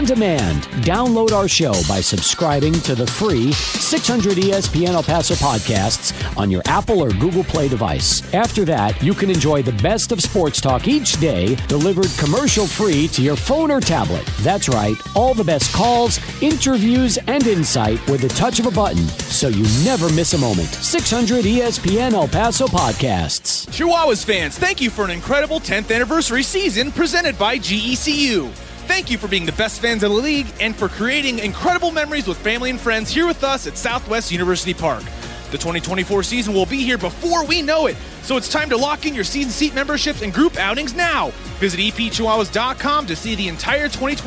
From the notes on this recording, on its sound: Live at The District Pub & Kitchen.